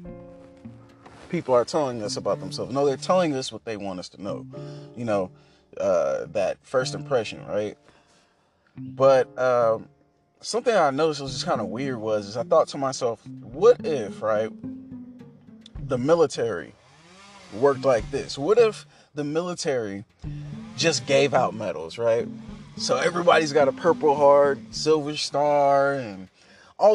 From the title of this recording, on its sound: In the car thoughts